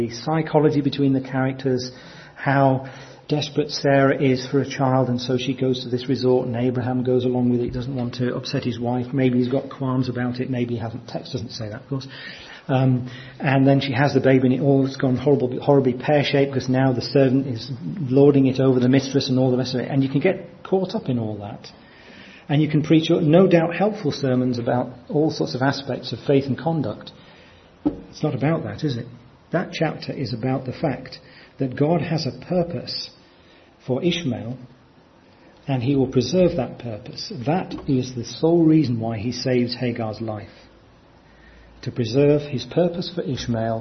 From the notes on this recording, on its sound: from our 2014 conference